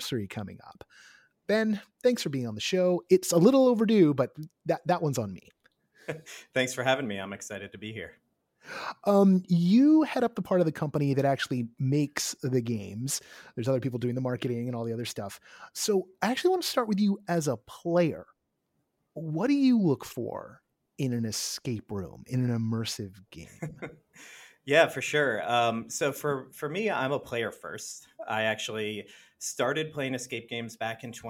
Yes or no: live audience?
no